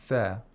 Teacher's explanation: the tip of the tongue goes in between the upper and lower front teeth. An interdental consonant.